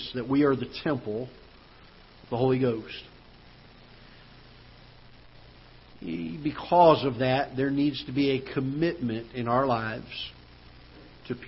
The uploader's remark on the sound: Ketha Heights Baptist Church ~ Live Broadcast